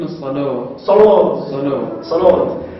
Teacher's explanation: والألف التي ينحى بها نحو الواو يعني كأنه مفصل بين الألف والواو · Term: لغة أهل الحجاز